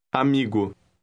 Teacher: Note that the M adds a slight nasal sound to the first part of the word.